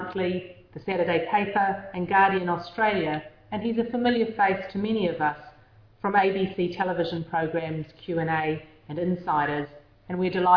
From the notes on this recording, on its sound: Co-presented with the Australian Press Council as keynote event in the Press Council’s 40th Anniversary International Conference.